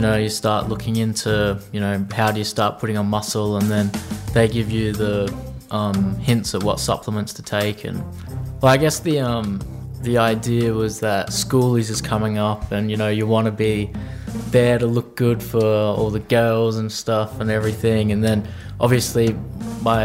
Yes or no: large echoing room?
no